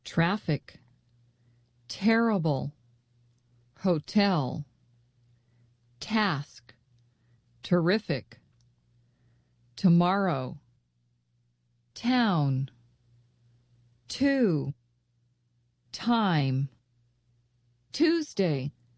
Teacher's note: For T, there should be no voice, only air. T. Be careful not to put sound on this letter.